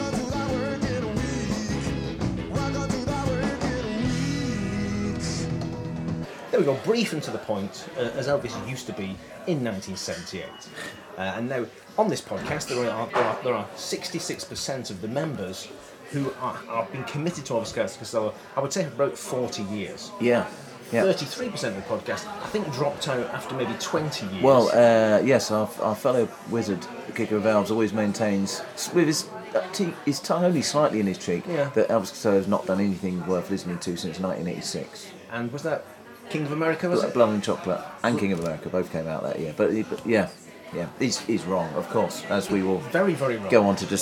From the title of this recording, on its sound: Live at The Bridgewater Hall Manchester 19th March 2017